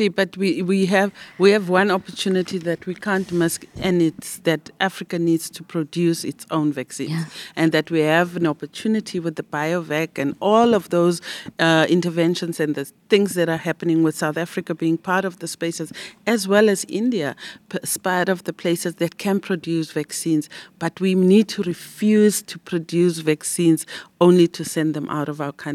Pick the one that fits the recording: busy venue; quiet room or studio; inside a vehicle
busy venue